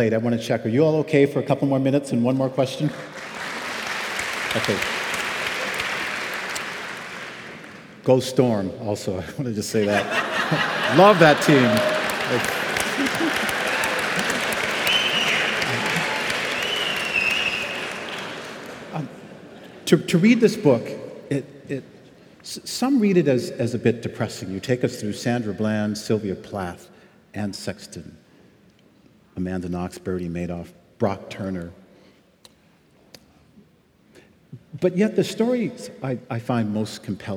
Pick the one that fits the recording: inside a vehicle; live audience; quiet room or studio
live audience